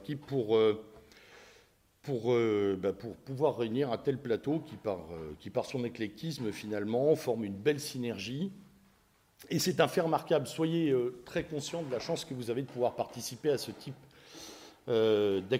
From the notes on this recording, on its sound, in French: Cette conférence a eu lieu dans le cadre de l'université d'été catholique Academia Christiana lors du colloque "l'identité contre la nouvelle tour de Babel" en aout 2016 à Sées dans l'Orne (61) en Normandie.